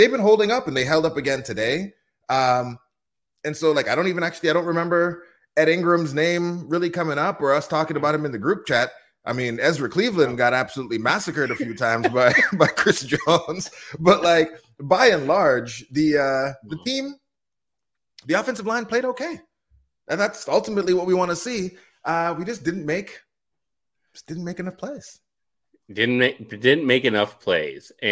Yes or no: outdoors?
no